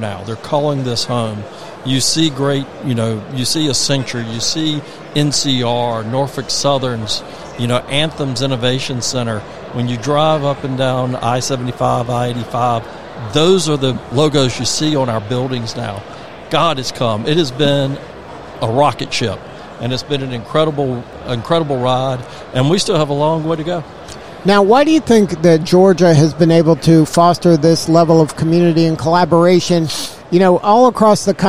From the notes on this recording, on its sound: Broadcasting live from the Georgia World Congress Center for Georgia Technology Summit.